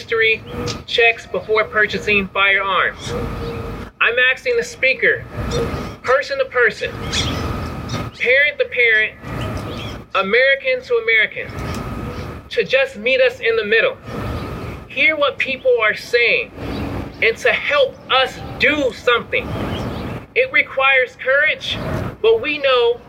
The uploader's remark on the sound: My opening commentary, recorded on June 1, 2022. The March for Our Lives Press Conference in the Rose Garden at the Arizona Capitol.